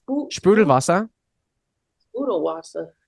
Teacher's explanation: if you have an SP, it's the sh sound